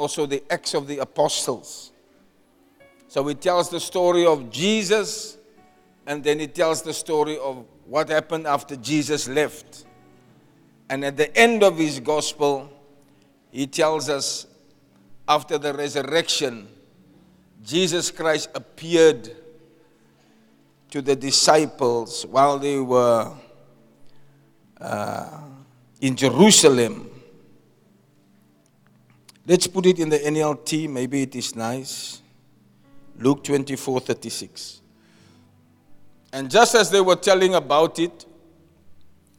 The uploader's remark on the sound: Preached at Zion Sanctuary, Cape Town on the 3 March 2024